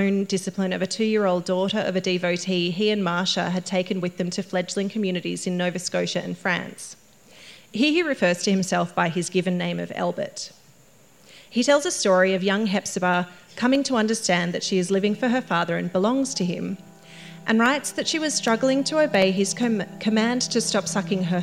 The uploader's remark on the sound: Woodford Folk Festival Live Show. This episode was recorded live at Woodford Folk Festival on 1 January 2024.